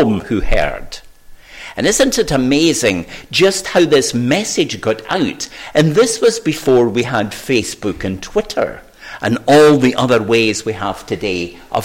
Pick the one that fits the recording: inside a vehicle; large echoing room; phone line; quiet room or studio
large echoing room